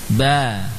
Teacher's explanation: Cukup kita lafadzkan dengan memanjangkan harokat fathah pada ba